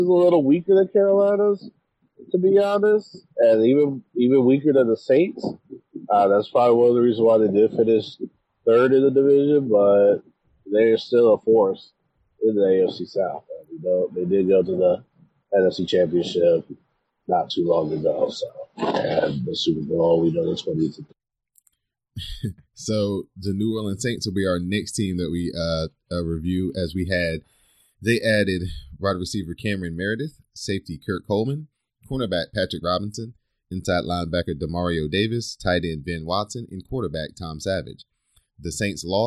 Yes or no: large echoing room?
no